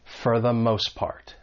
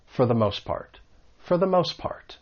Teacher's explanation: for, when unstressed, it may sound a little more like fur.